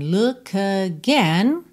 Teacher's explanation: No caso do K, eu já junto no A de again.